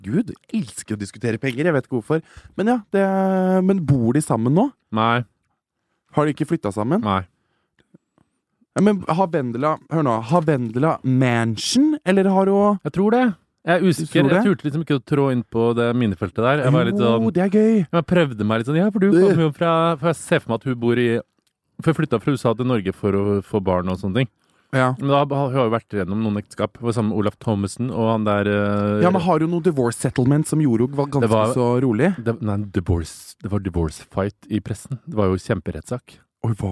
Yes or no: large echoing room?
no